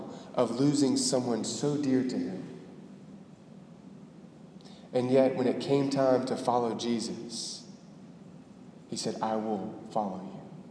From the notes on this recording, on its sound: Delivered on February 5, 2018 at the Cathedral of the Nativity of the Blessed Virgin Mary in Biloxi, MS.